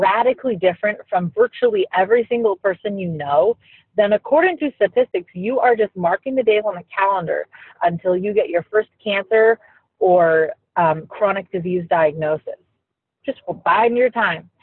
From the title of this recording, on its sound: Recorded from the Car!!! (Sketchy Audio Quality)